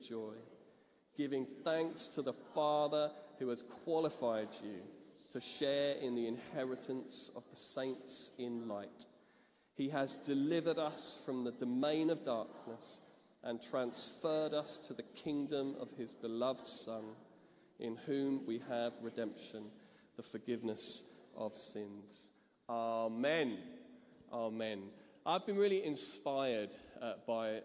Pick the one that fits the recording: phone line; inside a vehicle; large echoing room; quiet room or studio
large echoing room